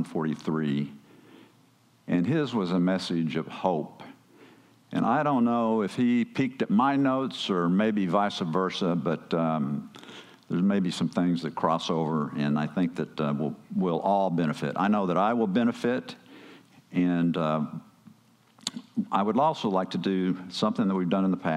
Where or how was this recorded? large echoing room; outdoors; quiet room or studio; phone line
large echoing room